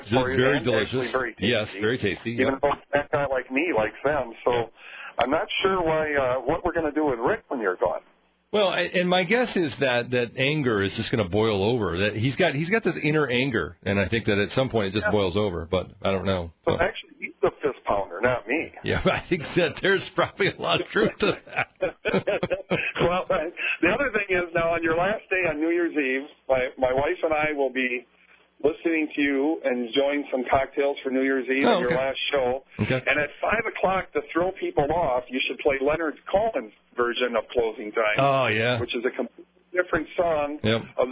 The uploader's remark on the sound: Some people called in to tell him get out of town